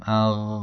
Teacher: اگر غین رو درست تلفظ بکنیم صدا کاملا قابل امتداد هست و با یک نرمی همراه خواهد بود، اما قاف اینطور نیست. اگر قاف رو به صورت ساکن تلفظ کنیم صدا قطع میشه و انسان یک حالت ضرب دار بودن رو در این حرف احساس میکنه.